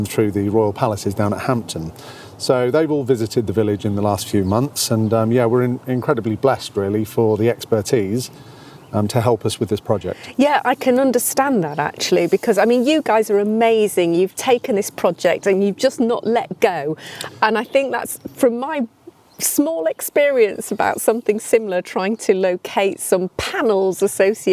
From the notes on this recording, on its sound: on-location podcast at Sudeley Castle and the site of Collyweston Palace